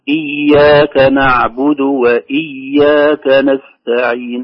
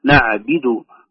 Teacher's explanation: حركة الباء في نعبد، ويقول نعبد، خاصة غير المتعلمين، فيراعى ذلك بأن يضم الشفتين عند نطق الباء، يساعده ذلك على ظهور الضمة على حرف الباء · Shown in: first take